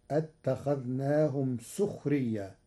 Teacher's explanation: قرأ ورش كلمة سخرية بضم السين، فتصير أتخذناهم سخرية وكسر السين وضمها في لغة العرب.